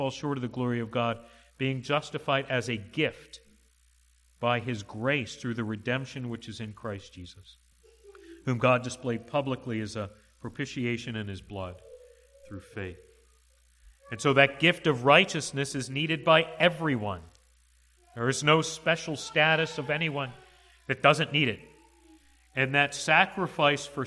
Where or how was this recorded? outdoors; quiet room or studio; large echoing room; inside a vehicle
large echoing room